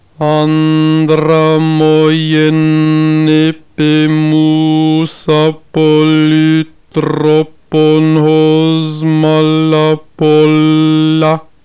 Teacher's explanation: Notice that the stress remains equal on all syllables.